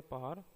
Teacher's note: ये हिंदी की अल्प प्राण अघोष स्पर्श ओष्ट ध्वनि है